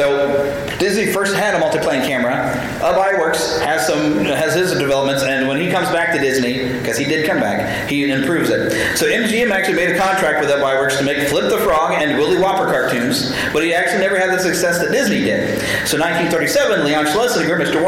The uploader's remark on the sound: We had a fantastic panel at Planet Comicon 2019!